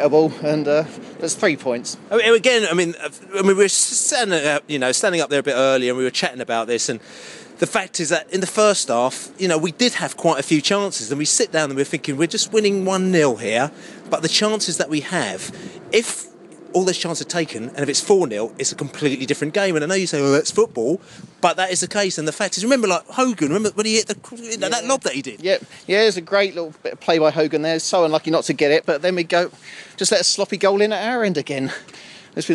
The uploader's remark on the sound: post-match podcast from the pub